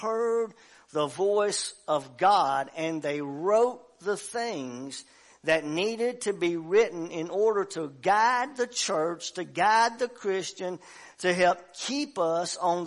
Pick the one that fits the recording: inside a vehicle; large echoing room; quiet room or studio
large echoing room